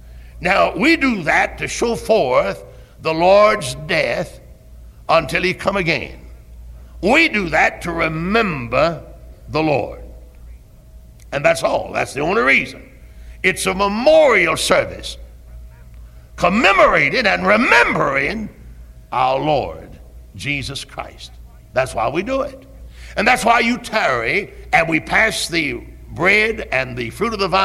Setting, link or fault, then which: setting, large echoing room